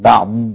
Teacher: إذا وقفت على الضاد فلا بد من الاستطالة في الضاد، بعض وليس بعض، لا بعض.